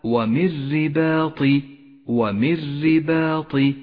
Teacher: بنفس الآية حكم الإدغام بلا غنة عند قوله تعالى ومن رباط، النون الساكنة وبعدها حرف الراء، وهو حرف إدغام بلا غنة، نسقط النون من اللفظ ونشدد حرف الراء، ولذلك لون حرف النون باللون الرمادي إشارة إلى أنه لا يلفظ.